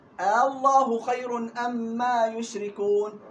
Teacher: بين الهمزة وبين الألف، لا هي همزة خالصة ولا هي ألف خالصة